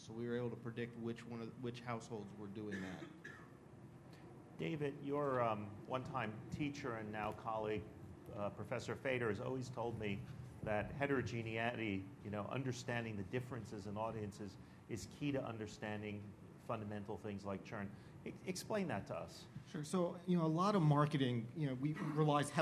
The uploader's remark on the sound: an audio recording of the TVOT NYC 2013 session